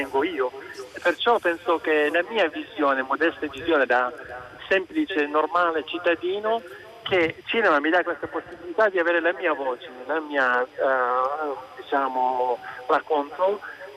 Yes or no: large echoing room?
no